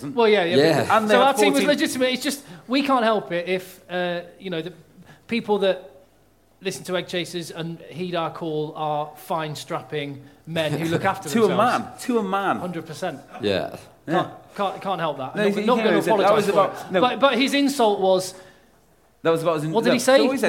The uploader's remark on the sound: Live from North Dorset 7's